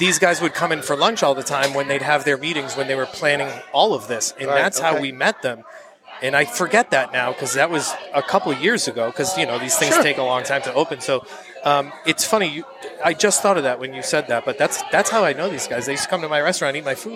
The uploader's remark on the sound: caught up with us at the Brockton Beer Company festival